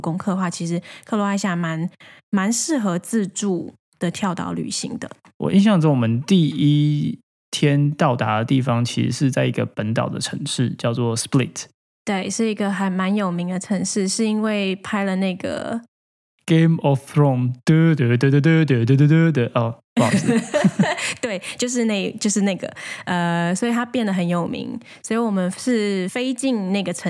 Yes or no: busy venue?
no